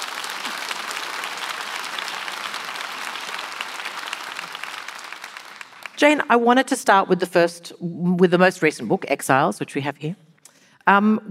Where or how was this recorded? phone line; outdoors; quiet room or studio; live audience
live audience